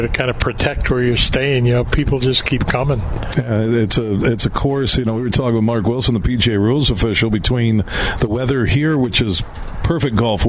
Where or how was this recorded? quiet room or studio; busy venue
busy venue